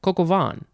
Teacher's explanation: And the emphasis, I think, is always on the last syllable. And you don't really say the N sound.